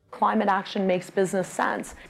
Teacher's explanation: That's not a speech impediment. That is not an accent. That's an affectation. It's called vocal fry.